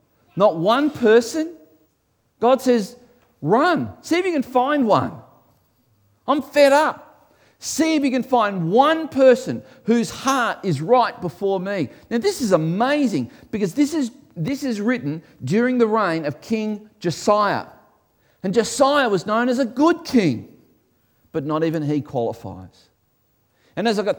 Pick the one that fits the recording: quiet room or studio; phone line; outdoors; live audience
live audience